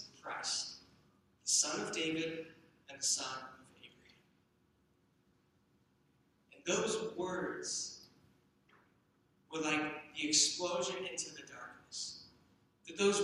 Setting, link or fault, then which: fault, poor sound quality